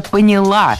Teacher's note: В этом глаголе ударным должно быть окончание «поняла». · Term: ударное окончание